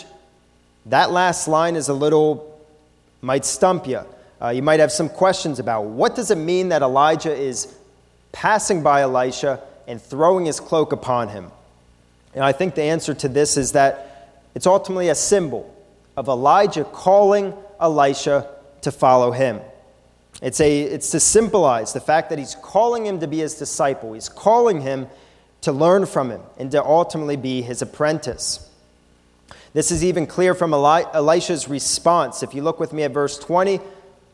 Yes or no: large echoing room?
yes